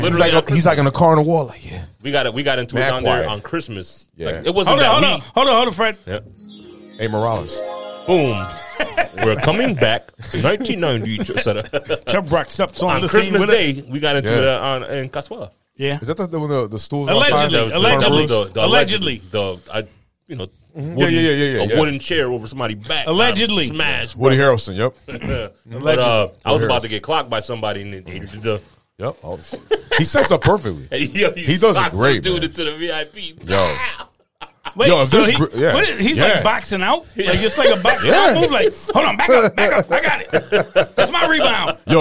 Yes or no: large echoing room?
no